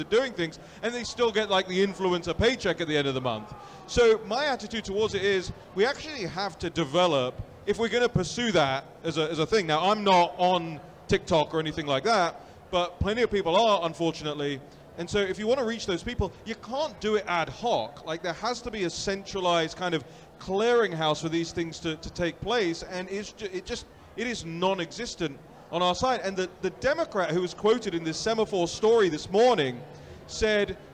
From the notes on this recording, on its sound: Live From AMFest 2023